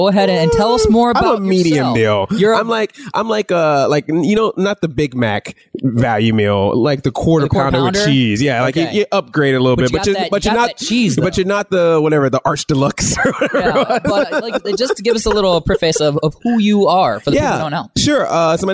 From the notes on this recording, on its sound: The RACK Show, Live at Midwest Media Expo!